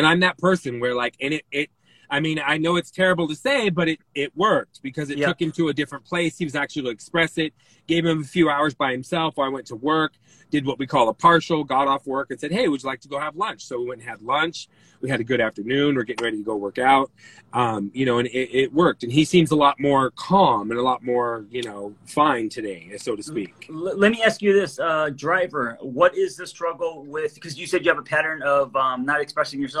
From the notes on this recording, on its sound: as they're driving in the car